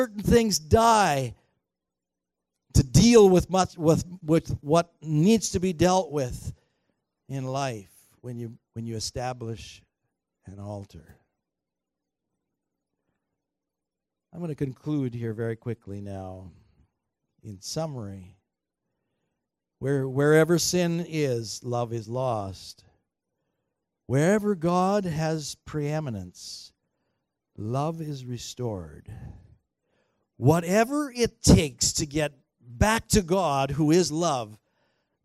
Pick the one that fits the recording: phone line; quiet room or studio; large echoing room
large echoing room